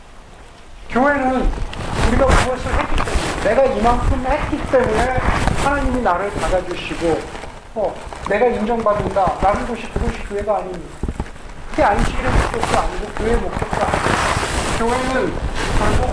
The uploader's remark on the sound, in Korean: 마이크 문제로 인해 음질이 좋지 않습니다.